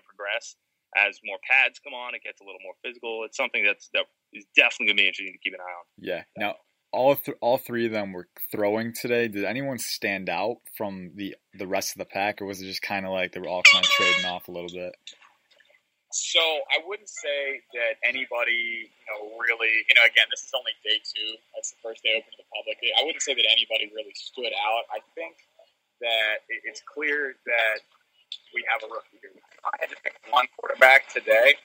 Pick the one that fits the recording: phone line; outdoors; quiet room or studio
phone line